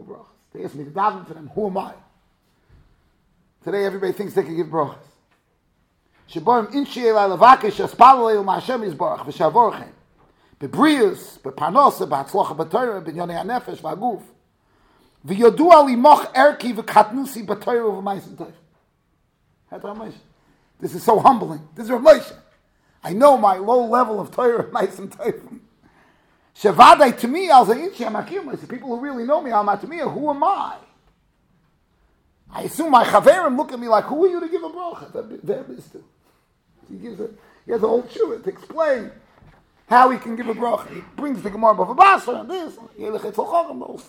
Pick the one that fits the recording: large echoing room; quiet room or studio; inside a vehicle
large echoing room